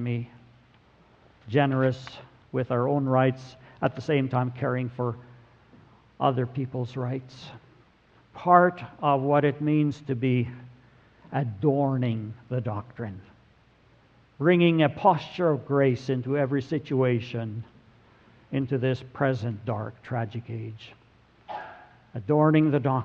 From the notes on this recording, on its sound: Sermon audio from November 26, 2017.